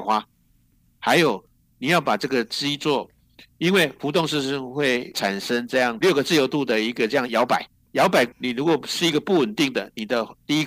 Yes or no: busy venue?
no